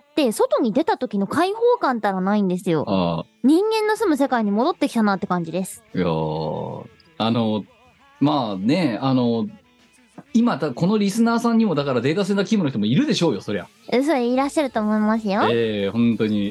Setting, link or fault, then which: link, video call